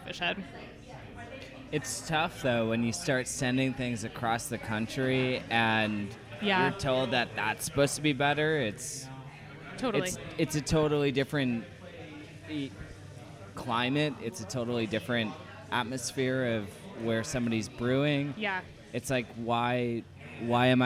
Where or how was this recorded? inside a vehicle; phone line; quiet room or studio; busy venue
busy venue